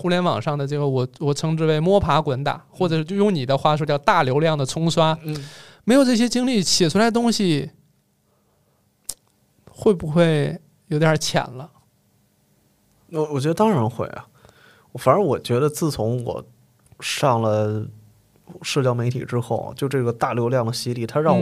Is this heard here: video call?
no